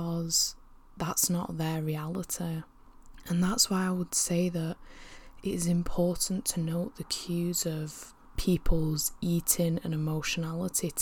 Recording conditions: background noise